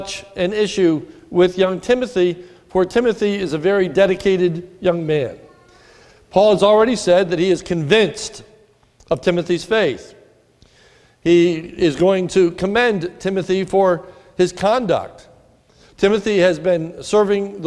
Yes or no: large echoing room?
yes